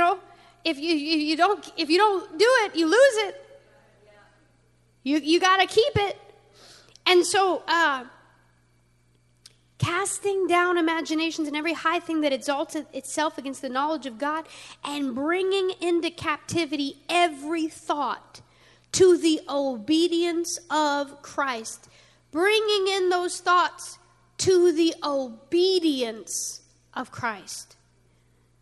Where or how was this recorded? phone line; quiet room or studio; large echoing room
large echoing room